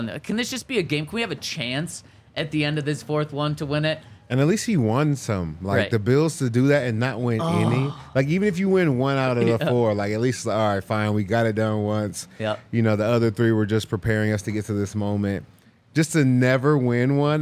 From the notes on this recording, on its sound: coming to you LIVE from the DNVR Bar